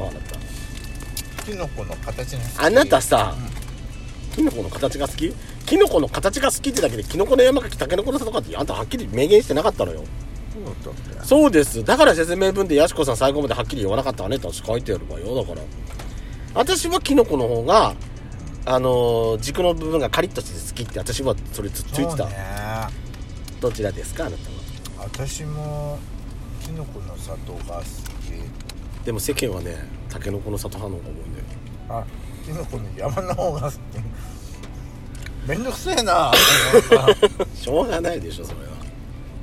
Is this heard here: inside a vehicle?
yes